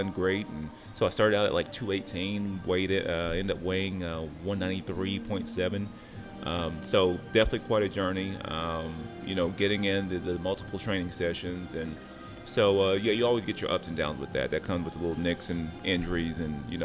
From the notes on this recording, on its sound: This special brew episode was recorded at Dark Moon Roasters in Henderson, NV.